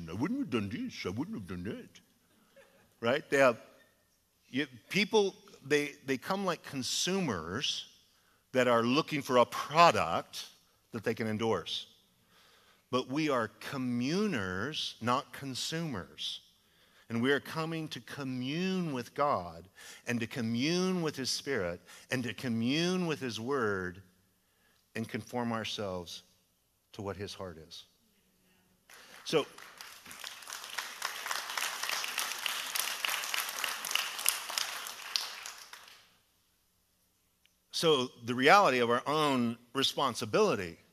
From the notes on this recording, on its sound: Was a sermon delivered as part of the Anchored Series at Godspeak Calvary Chapel in Newbury Park, California.